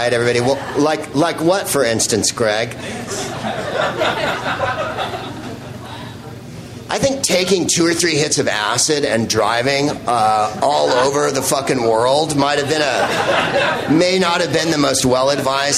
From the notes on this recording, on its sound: Live from The Hideout in Austin, Texas and the Out of Bounds Comedy Festival